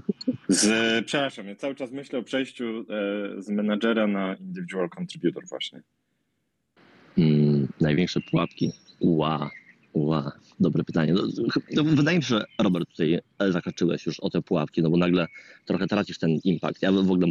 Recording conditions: video call